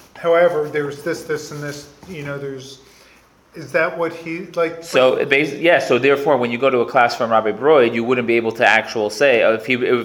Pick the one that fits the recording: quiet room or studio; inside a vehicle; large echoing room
large echoing room